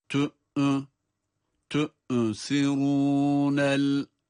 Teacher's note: Hemzeye bir hareke verdik adeta, cezimli olmasına rağmen. Tü, tü, bakınız, açık bir hareke.